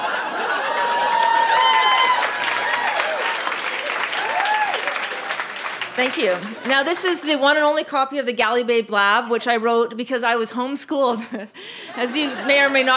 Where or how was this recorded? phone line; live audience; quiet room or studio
live audience